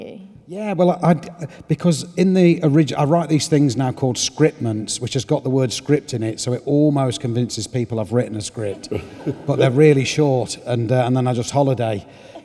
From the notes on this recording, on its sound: In this special live version of the show from Union Chapel in Islington